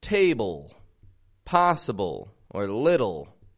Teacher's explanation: words that end in the letters L-E. These have a dark L sound